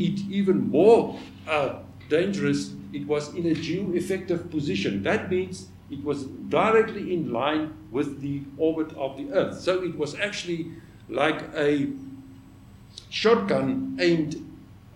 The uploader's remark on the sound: the 3rd of the ScopeX 2018 public lectures